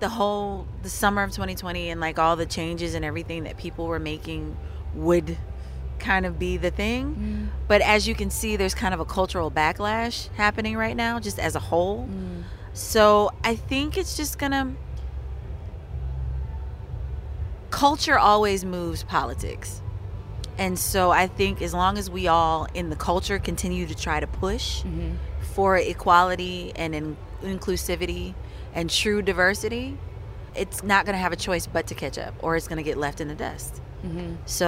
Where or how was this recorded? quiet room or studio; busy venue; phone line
busy venue